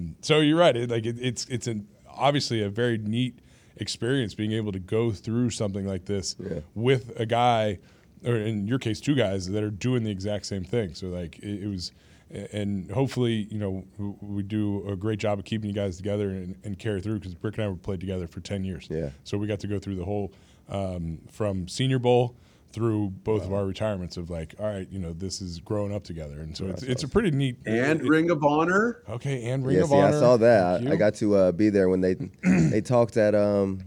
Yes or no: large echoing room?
no